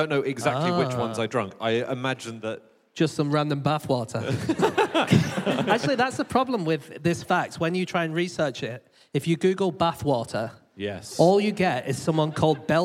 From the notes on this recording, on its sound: Live from Bath